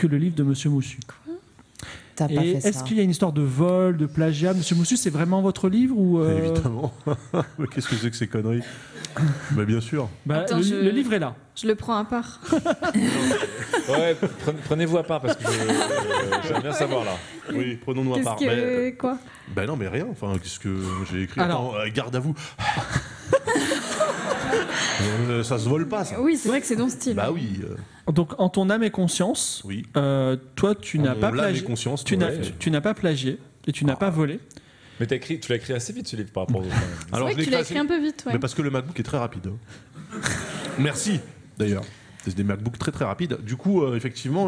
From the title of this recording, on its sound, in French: Game of Rôles en public